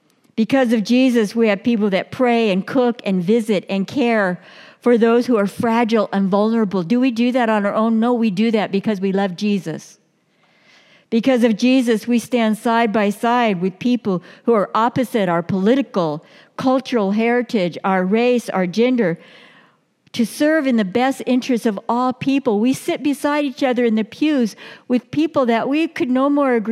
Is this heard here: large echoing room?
yes